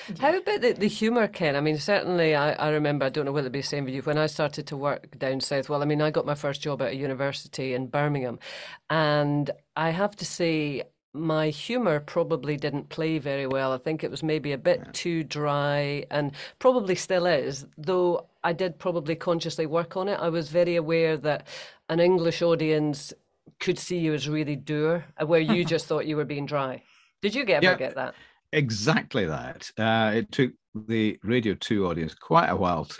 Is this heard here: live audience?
no